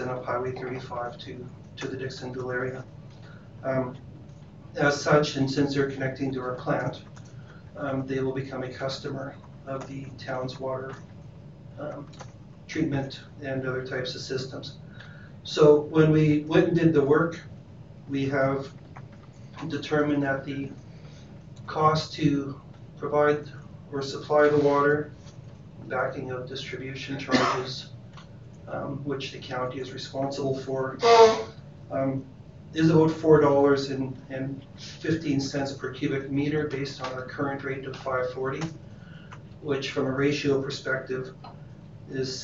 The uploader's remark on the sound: Regular Meeting of Council. Audio recording of the June 10, 2019 Regular Meeting of Peace River's Town Council.